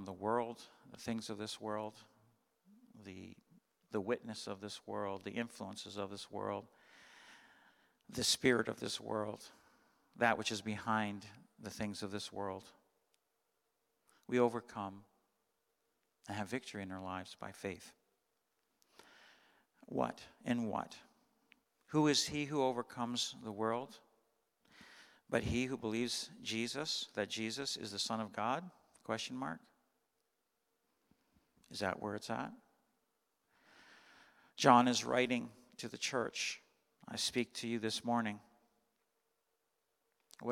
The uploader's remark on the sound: Sunday Morning Service, 2021-12-26